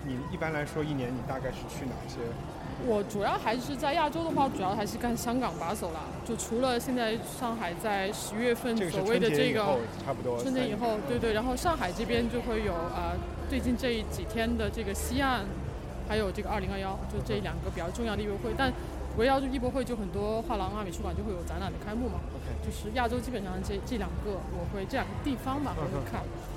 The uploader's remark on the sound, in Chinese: 和100个VVIP在一起。是一期我们从上海ART021和West Bund带来的当代艺术博览会特辑。我们用了一天下午的时间录音。从上海展览馆到西岸。因为现场录音有比较大的杂音，音量也不一定特别好控制。但是最后的节目并没有通过降噪处理，因为我们想把艺博会现场的气氛传达给大家，不管是ART021开幕现场VIP的窃窃私语，还是当时尚未完工的West Bund布展现场。